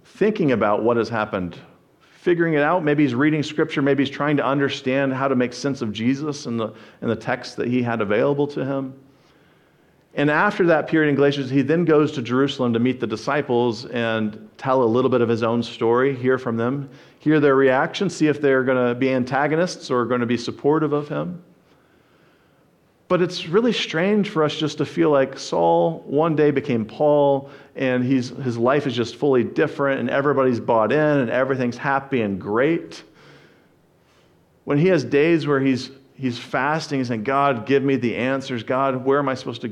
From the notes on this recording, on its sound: Sermon preached. At the First Baptist Church of Jackson, MI.